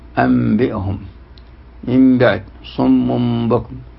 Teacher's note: والإقلاب عند حرف واحد وهو الباء: أنبئهم، من بعد، صم بكم، بقلب النون والتنوين عند الباء ميما، تقلب ميما خاصة فتخفى بغنة